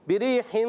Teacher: را کے نیچے زیر آ رہا ہے، را باریک رہے گی